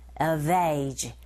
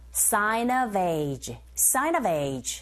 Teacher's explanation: sign의 은 소리가 자음, of의 어 모음, 연음현상 sign of. V, 철자는 F지만 소리는 V 사운드로 들리기 때문에 자음이에요